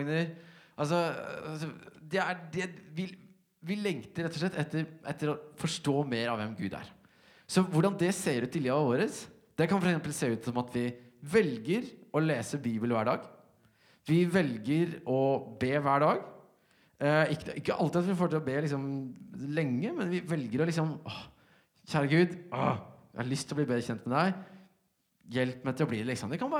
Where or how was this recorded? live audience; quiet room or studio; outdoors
live audience